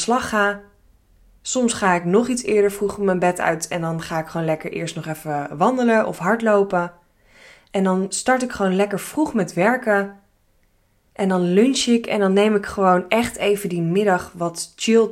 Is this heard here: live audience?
no